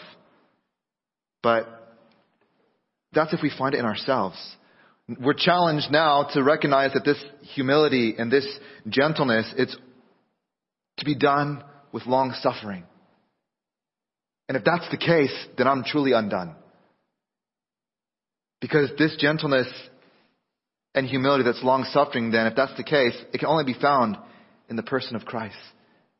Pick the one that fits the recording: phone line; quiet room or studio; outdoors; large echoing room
large echoing room